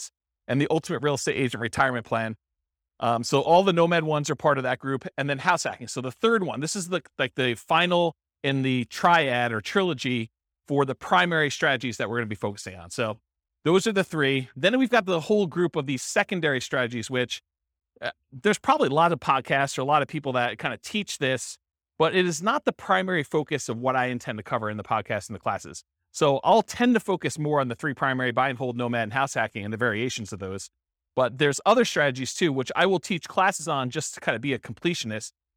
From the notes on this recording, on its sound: This was a live class recorded